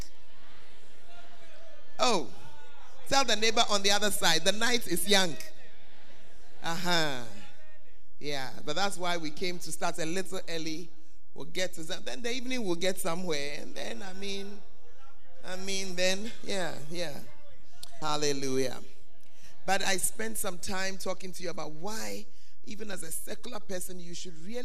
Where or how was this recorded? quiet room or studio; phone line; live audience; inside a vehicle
live audience